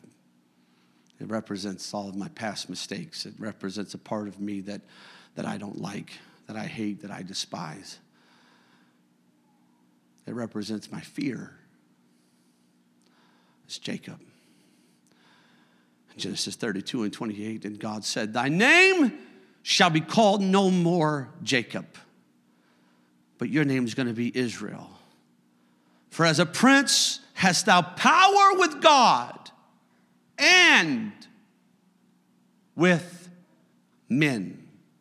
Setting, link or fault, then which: setting, large echoing room